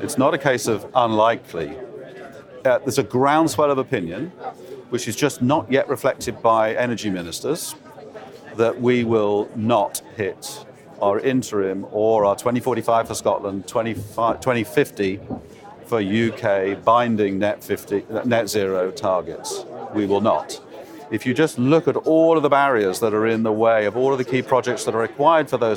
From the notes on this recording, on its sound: In this pod, again from day one of the Energy Exports Conference at P&J in Aberdeen.